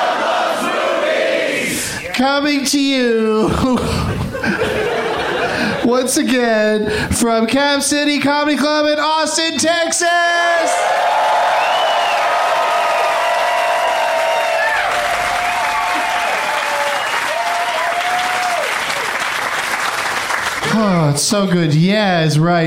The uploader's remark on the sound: Live from the Cap City Comedy Club in Austin